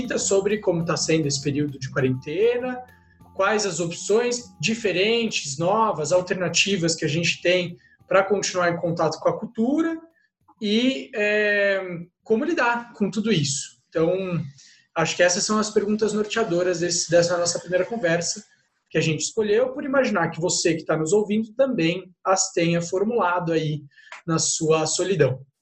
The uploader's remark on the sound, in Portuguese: Neste episódio gravado à distância.